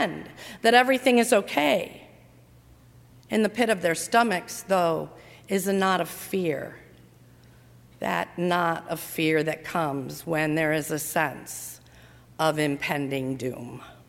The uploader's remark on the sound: during the 7:00 PM service on Thursday April 18, 2019, at First Presbyterian Church of Arlington Heights, Illinois